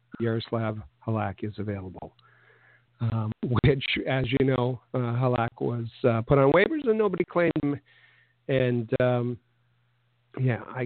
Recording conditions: phone line